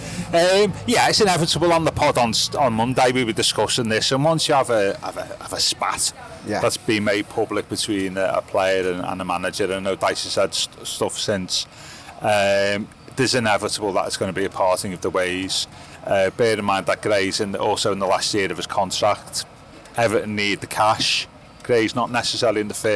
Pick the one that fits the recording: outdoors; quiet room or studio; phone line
outdoors